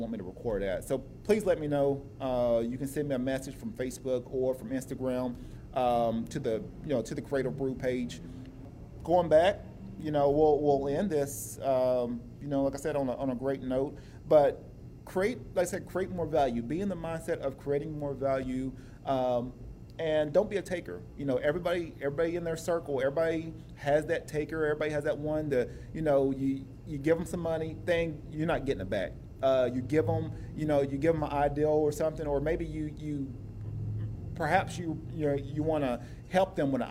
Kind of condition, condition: setting, busy venue